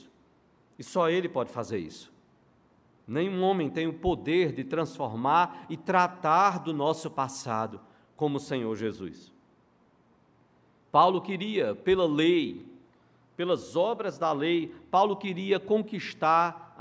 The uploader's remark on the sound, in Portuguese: no culto presencial e transmitido ao vivo